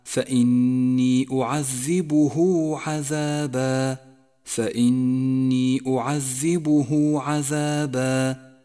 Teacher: أعذبه عذابا، جاءت هاء الضمير وقبلها متحرك وبعدها حرف غير الهمزة، والواجب هنا أن نمد الصلة الصغرى حركتين